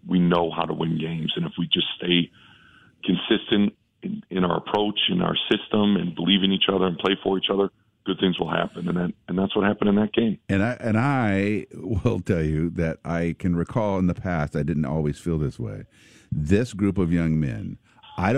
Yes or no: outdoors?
no